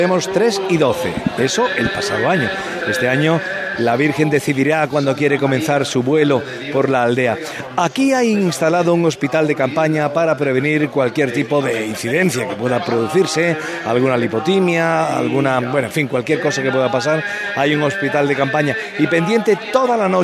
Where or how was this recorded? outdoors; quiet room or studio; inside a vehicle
outdoors